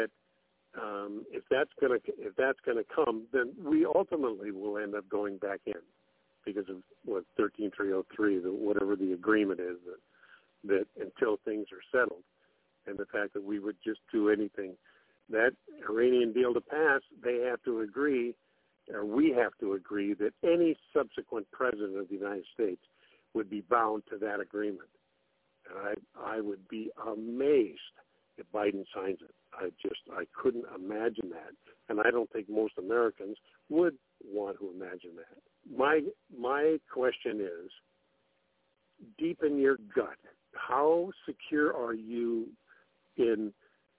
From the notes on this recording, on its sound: TNTSuperfantastic Conference Call